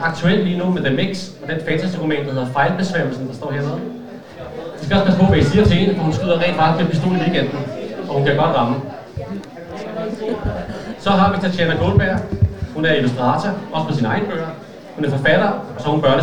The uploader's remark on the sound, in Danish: Vi optagede LIVE under Holbæk Fantasydag 2023. 8 forfattere fordelt over 3 paneler.